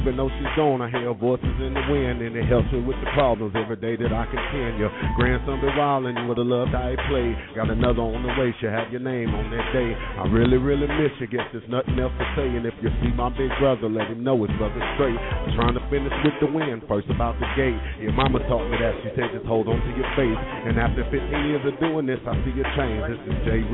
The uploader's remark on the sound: LIVE Broadcast from Sugar Hill Disco and Resturaunt for The "Rock the Mic"' Competition. LIVE performances.